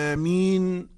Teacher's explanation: ويتحقق المد بإطالة النطق في الألف · Term: مد بدل